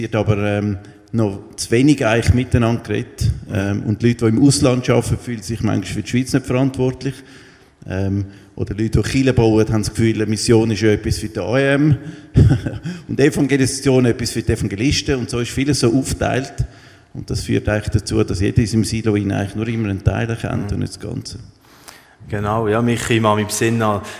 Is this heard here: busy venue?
yes